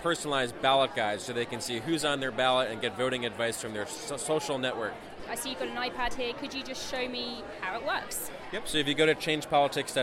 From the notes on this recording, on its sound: Taped at the American Experiments event in Philadelphia on the Democratic National Convention's first day. Civic tech and election reform leaders gathered to compare ideas for improving our politics, while showing off apps and handing out swag to a steady stream of curious voters. Before a lively crowd.